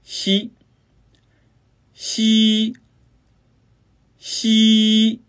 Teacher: 吸呢是舌面音，擦音，发音时舌面前部抬起，靠近硬腭前部